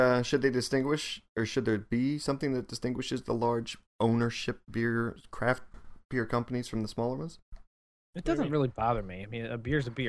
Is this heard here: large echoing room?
no